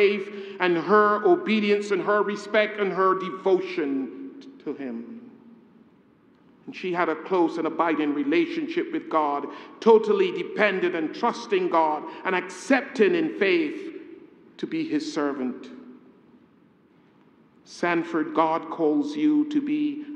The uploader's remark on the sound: A homily preached on the occasion of the Installation